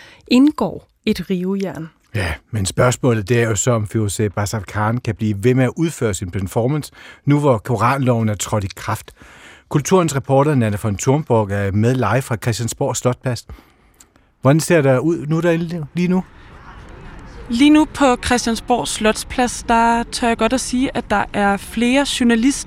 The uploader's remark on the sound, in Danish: En performance på Christiansborg Slotsplads. Vi sender live fra slotspladsen med en lektor i retsfilosofi.